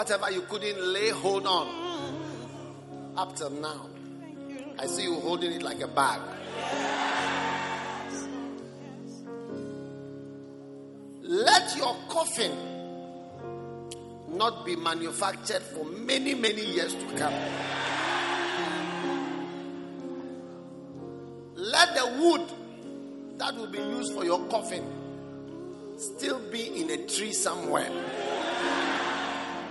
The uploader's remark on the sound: Preached at the Christmas Service.